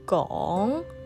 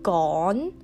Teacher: they also confuse the NG and the N final consonant. So for example, with gone meaning rush, they would say gong as in Kong in Hong Kong.